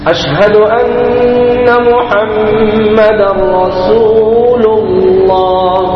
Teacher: انہ پر بھی غنہ ہے، محمد کے میم دوسرا جو میم ہے اس پر بھی غنہ ہے، اس کا بھی خیال کریں.